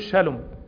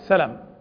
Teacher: يجعلون السين شينا، فإذا جاء يسلم عليك يقول شالوم وهي سلام · Shown in: first take